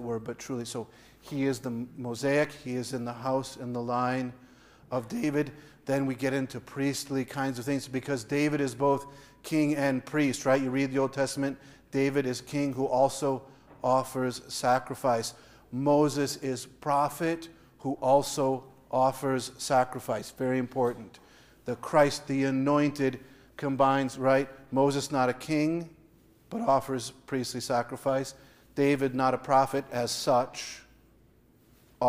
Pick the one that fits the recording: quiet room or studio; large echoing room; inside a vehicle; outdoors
large echoing room